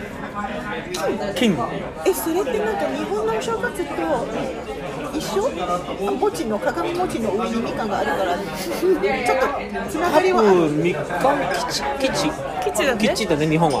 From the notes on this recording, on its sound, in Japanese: 収録はマレーアジアンクイジーン渋谷店にて行いました。